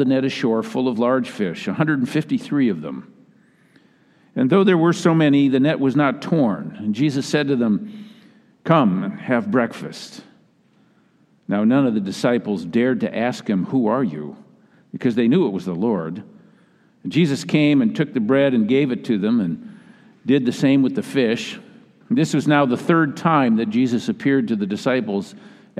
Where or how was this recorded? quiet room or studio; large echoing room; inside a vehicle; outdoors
large echoing room